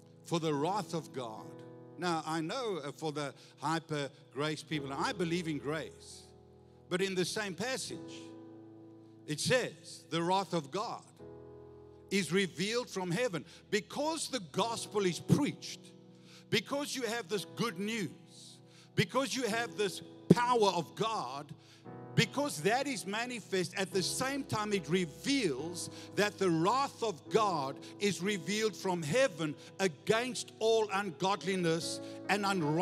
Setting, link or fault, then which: setting, large echoing room